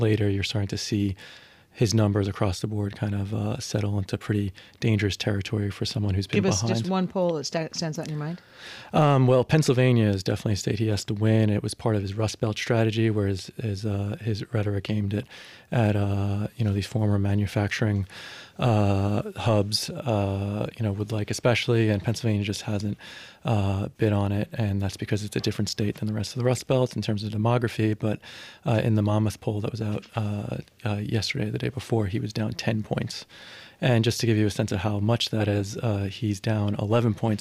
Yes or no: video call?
no